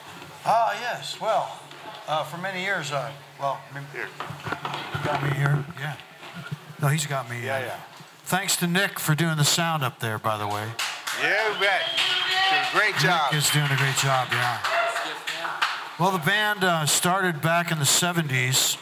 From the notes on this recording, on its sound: This recording was made on Saturday, February 25th, 2023, at the Ten Fifteen Theater in Astoria, OR. At the Ten Fifteen Theater in Astoria, OR as part of the FisherPoetry Archive Project.